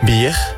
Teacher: Jij zegt een harde G achter de R.